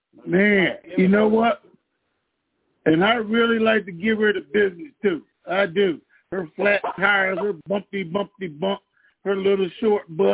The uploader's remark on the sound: TNTSuperfantastic Conference Call.